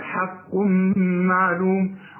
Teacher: حق معلوم حاء أبدا، الحق في القرآن حاء حق معلوم، والتنوين اللي بعده مين إدغام كامل بغنة اوعى تنسى الغنة